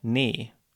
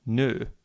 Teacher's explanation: to get from nee to nö, it's just a matter of changing the position of your lips, in this case from spread to rounded